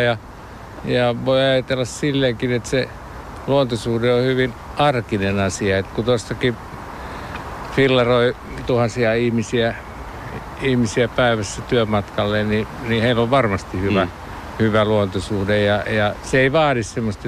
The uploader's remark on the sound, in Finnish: Puheen Aamu otti osaa Ylen Mennään metsään -kampanjaan ja lähti tekemään lähetystään Maunulan majalta Helsingin Keskuspuiston kupeesta.